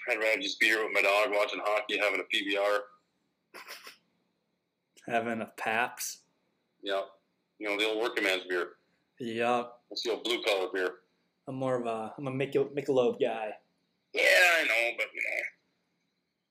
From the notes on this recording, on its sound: Quick phone interview with former College Football player.